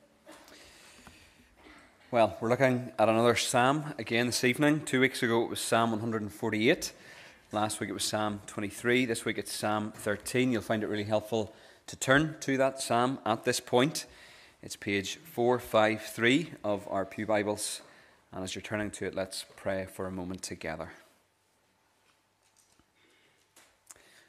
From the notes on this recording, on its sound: The recording of the Bible reading and sermon from our evening service on Sunday 17th September 2023. This is the recording of the Bible reading and sermon from our evening service.